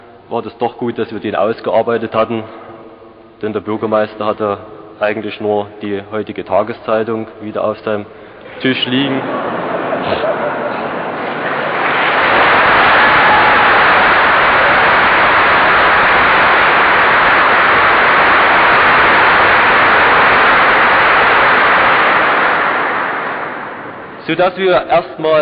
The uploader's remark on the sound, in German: Eine historische Aufnahme. Eine der Kirchen war die ehemalige Hofkirche, die Kathedrale des Bistums Dresden-Meißen. In der Sakristei der Hofkirche wurde damals auf BASF-Musikkassetten ein Audio-Mitschnitt dieser Veranstaltung angefertigt.